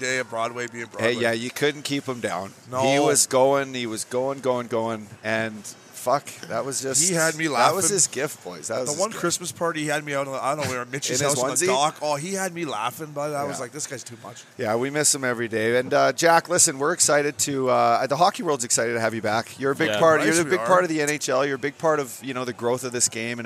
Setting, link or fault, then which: setting, busy venue